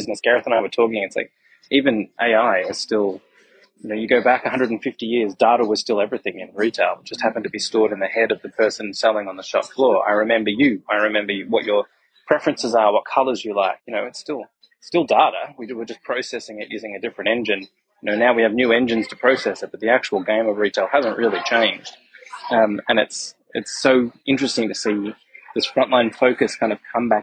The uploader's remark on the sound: we had a slight technical glitch with the microphone, so apologies for the audio